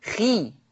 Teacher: أخي الكريم تتأثر، يتأثر التفخيم في هذه الأحرف، يتأثر التفخيم في هذه الأحرف، ولكن لا نقول عنها مرققة بل نقول مفخمة تفخيم نسبي